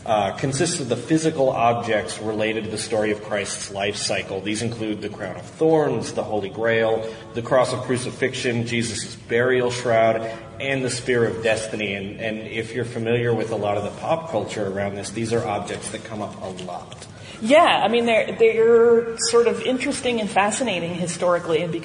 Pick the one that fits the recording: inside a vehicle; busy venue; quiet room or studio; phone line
busy venue